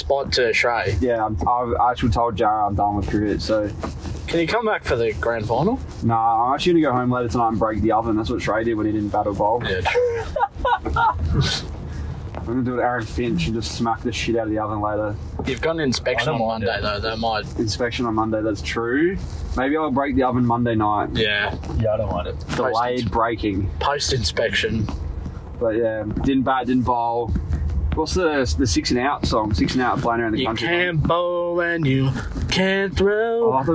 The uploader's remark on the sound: Stumps LIVE From KFC Carpark